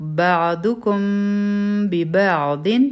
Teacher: او دا اخفا د شونډو سره کیږي، یعنی زمونږ شونډې به مکمل طور بندی نه وي، پرې کې به لږ شان ګیپ وي